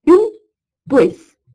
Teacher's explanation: les voyelles i et u ne sont pas nasalisés